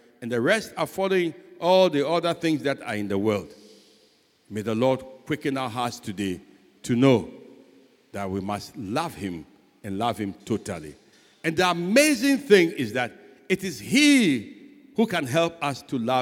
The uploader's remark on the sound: Sermon preached at CBC Shiashie Campus